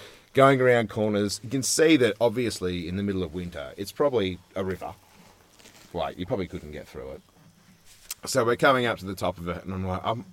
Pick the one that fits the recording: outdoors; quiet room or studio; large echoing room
outdoors